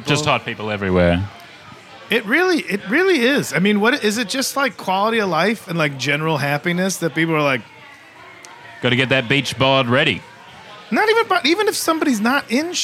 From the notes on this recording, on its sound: We’re taking you backstage at Comedy Republic. We're recording heaps of bite-sized episodes live in the green room with the who's who of comedy. Recorded at Comedy Republic.